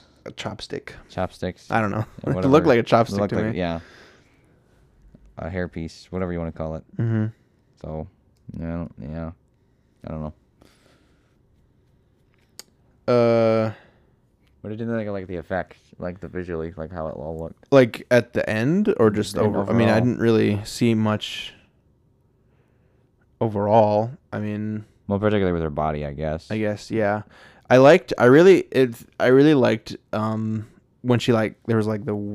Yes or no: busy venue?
no